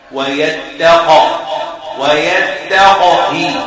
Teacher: القلقلة عندنا الصدمة أقرب للفتح